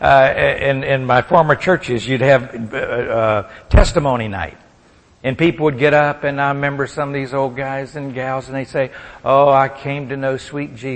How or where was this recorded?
large echoing room